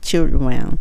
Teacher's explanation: children この時も D はちょっと弱いので children D がないように聞こえるはずです